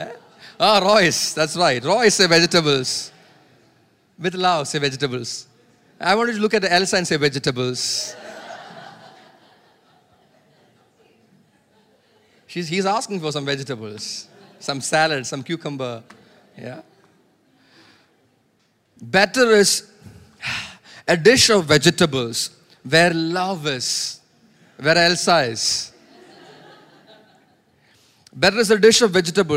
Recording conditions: large echoing room